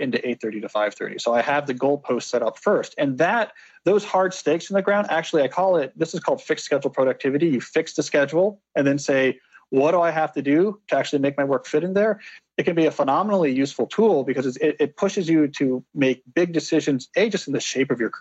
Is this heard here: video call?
yes